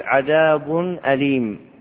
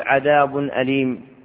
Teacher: والأصل أن الشفة في حال الضمة تكون مضمومة مع أختها السفلى كهيئتها إذا نطق الواو، فلو أن الإنسان نطق واوا قال أو فضم الشفتين، وهنا أصل التنوين ضمتان، والضمتان فرع عن الواو، فإذا نطق الإنسان لا بد أن يبين التنوين هنا بضم الشفتين · Shown in: first take · فيقول عذاب أليم ولا يقول عذاب أليم.